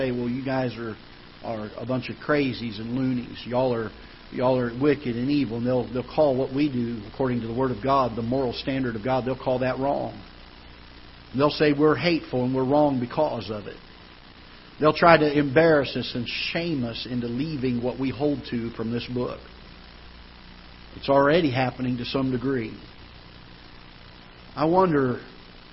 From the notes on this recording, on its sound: Ketha Heights Baptist Church ~ Live Broadcast.